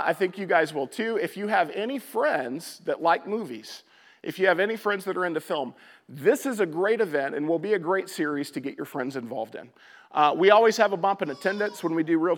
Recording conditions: large echoing room